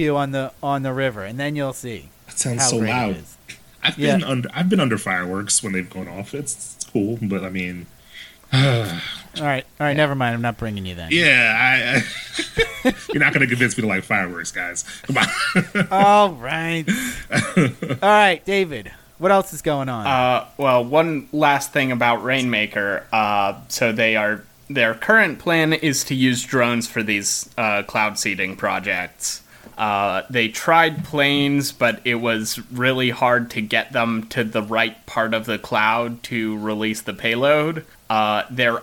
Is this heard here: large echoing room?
no